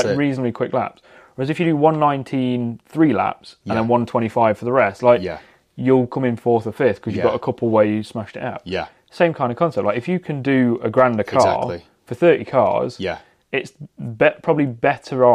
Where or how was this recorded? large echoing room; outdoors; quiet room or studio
quiet room or studio